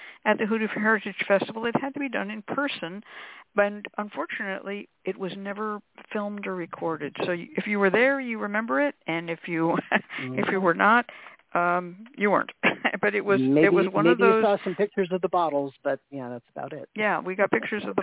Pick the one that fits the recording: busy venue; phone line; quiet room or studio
phone line